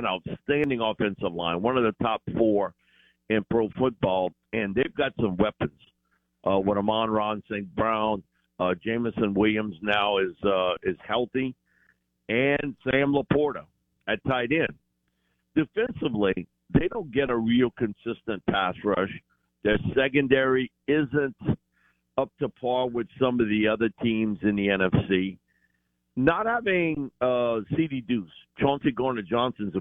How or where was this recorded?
phone line